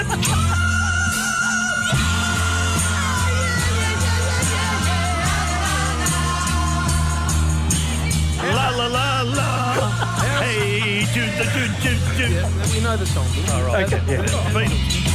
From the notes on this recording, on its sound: we were live at the Pink Hill Hotel